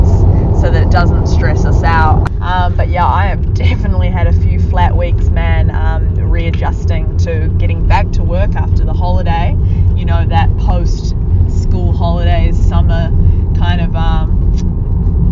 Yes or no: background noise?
yes